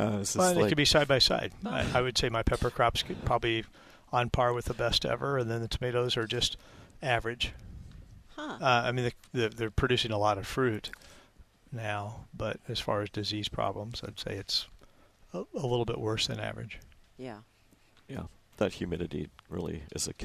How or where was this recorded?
busy venue